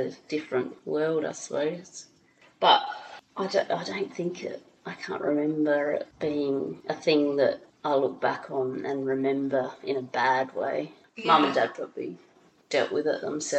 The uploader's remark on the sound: There's a little echo in this one, so please bear with us